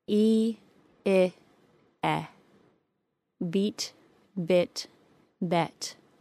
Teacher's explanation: To create the short I sound, I, the tongue and jaw lower slightly from the long E position.